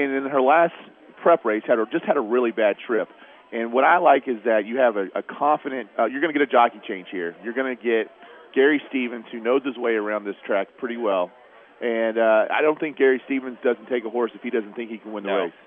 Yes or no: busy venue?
yes